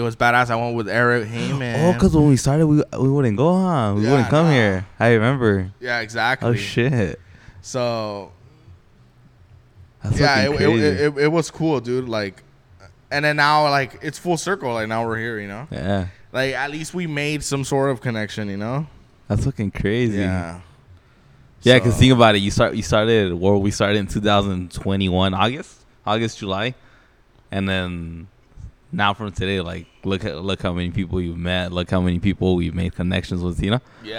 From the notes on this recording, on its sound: Live from the republic bar in Covina.